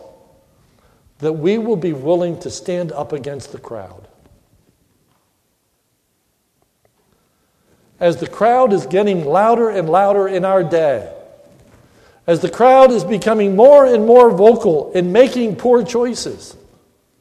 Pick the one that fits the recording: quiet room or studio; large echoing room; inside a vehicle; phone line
large echoing room